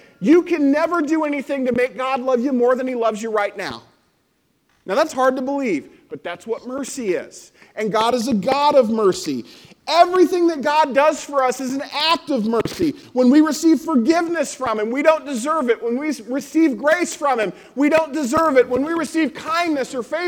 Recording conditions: large echoing room